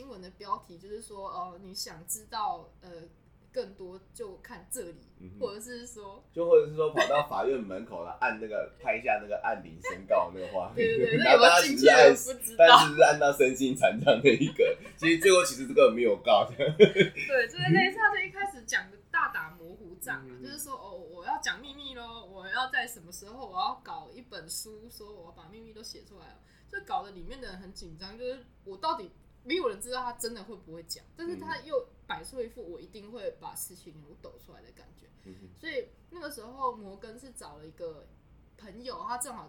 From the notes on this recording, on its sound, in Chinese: 本次錄音是在一般辦公空間進行，可能有小雜音跟馬路上的喇叭聲，絕對不是在做效果。